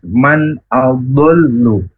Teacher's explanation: huruf dud dari pinggir lidah terkena gigi geraham atas